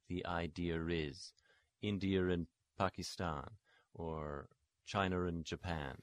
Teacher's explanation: when a schwa goes into another vowel, in a non-rhotic accent, typically they'll use an R sound to link those two together. · Term: Linking